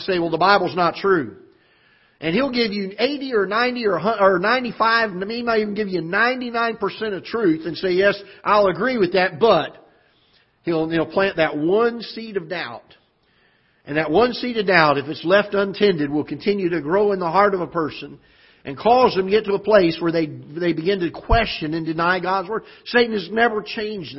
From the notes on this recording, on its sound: Ketha Heights Baptist Church ~ Live Broadcast.